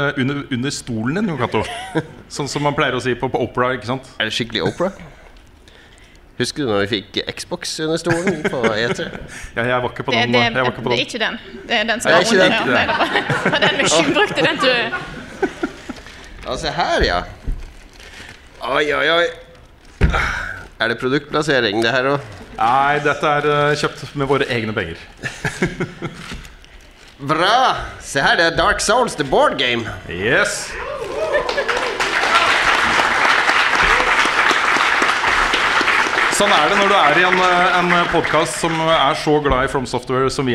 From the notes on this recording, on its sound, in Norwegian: Live fra Eldorado. Ukens episode er spilt inn live på Eldorado i Oslo i helgen, og for et show det ble!